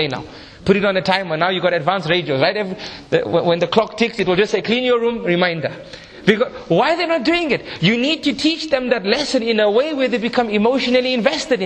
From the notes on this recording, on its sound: This is a recording from a 3 part seminar. Held in Harare Zimbabwe in August 2015.